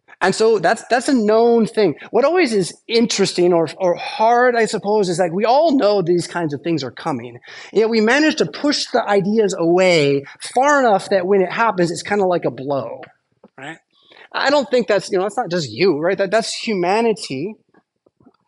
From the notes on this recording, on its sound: Preached at St Paul Lutheran Church , Rockford, Illinois on Saturday September 16th, 2023.